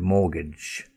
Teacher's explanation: You've got M-O-R-T-G-A-G-E, but no T sound.